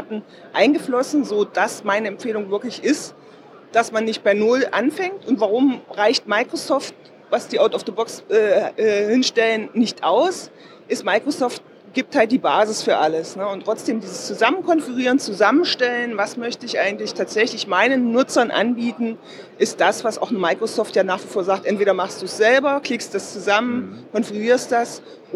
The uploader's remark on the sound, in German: Aufgenommen auf der European SharePoint, Office 365 and Azure Conference 2018 in Kopenhagen.